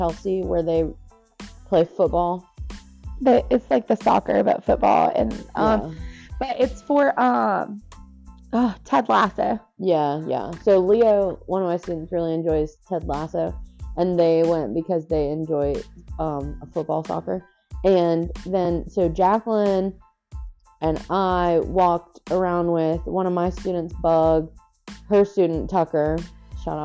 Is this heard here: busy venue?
no